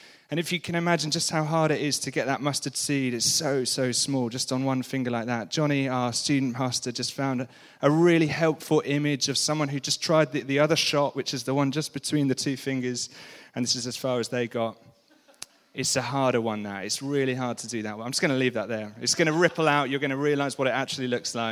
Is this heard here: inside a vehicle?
no